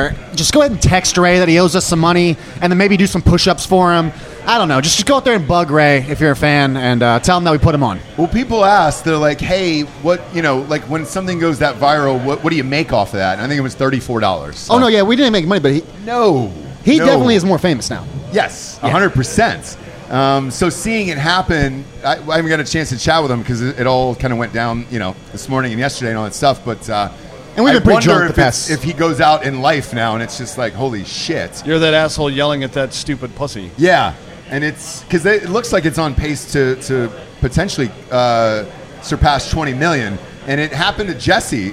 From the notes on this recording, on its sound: Live From Miami. The gang goes live from the bar Thank You Miami next to LoanDepot Stadium before going into the Marlins game.